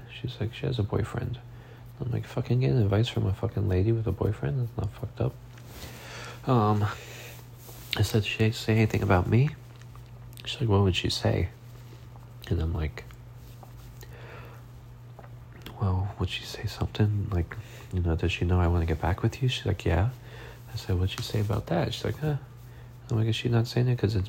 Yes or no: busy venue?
no